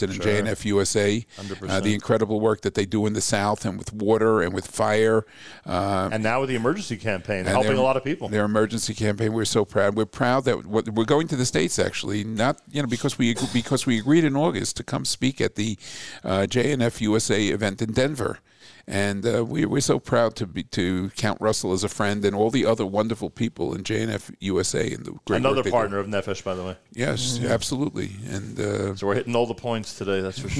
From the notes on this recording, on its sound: Live from Nefesh B'Nefesh in Jerusalem (Solidarity Mission, Day 2).